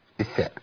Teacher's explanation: من طرف اللسان مع اطراف الثنايا العليا